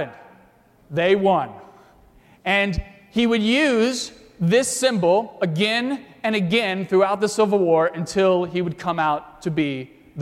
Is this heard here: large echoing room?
yes